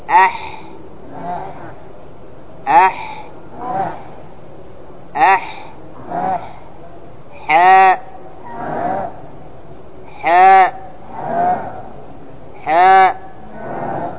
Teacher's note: هذا الحاء فيه شيء هواء زايد يسمى الهمس